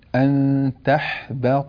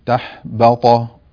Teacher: حرف الباء هنا حرف مرقق وجاوره حرف الطاء المفخم · Shown in: first take · Term: ترقيق الباء وتفخيم الطاء